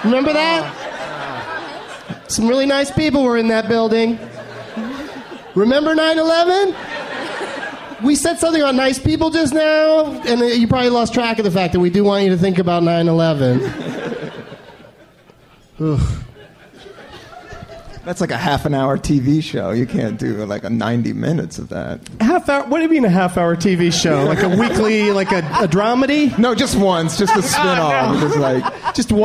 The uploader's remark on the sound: Live from The Punchline Comedy Club in Atlanta